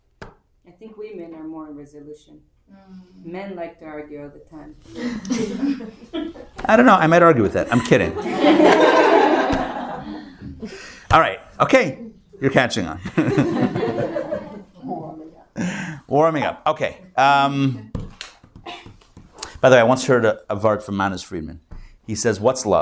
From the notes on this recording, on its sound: Recorded live at The Torah Center ATL on Monday, July 24, 2023